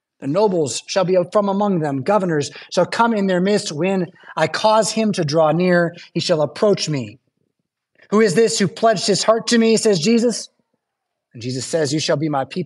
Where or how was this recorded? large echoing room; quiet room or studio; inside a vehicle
large echoing room